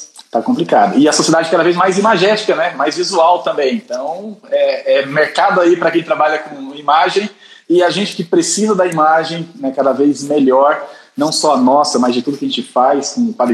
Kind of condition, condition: link, video call